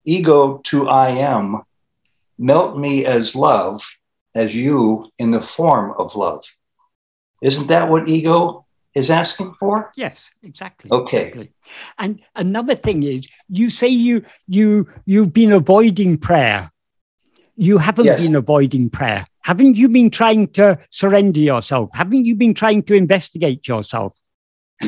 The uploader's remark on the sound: In a Zoom meeting with the San Diego Ramana Satsang.